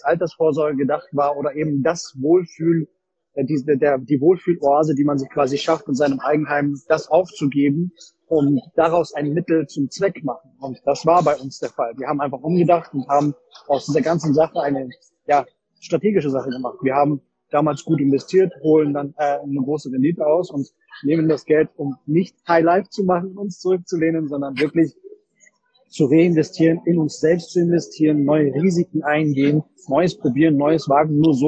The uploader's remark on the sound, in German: Die Aufnahme enthält Hintergrundgeräusche, da sie getreu unseres Mottos Weltreise aufgenommen wurde: in einem Café in Portugal.